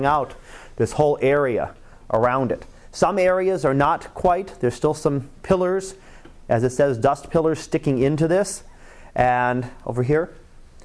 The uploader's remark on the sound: Live Class Lecture